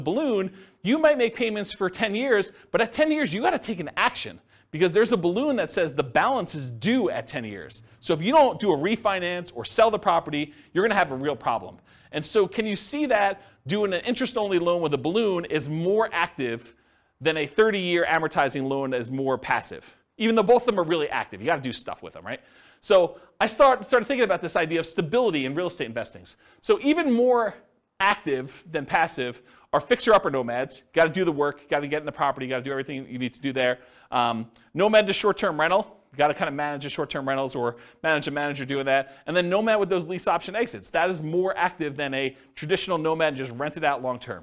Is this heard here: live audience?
yes